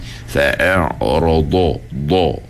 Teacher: Tapi huruf dha tak guna hujung lidah kita. Dia guna tepi.